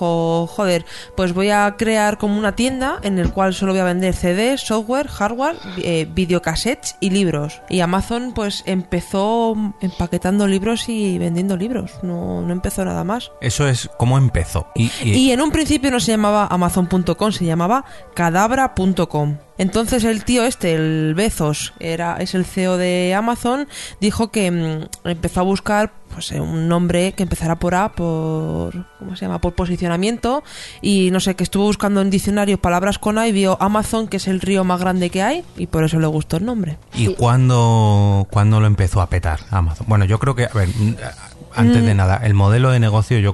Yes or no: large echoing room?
no